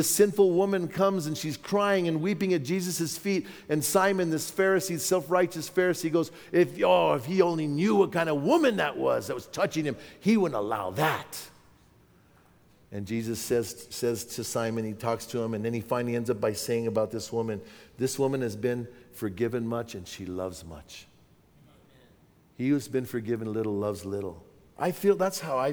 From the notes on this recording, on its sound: from the 2017 Southwest Men's Conference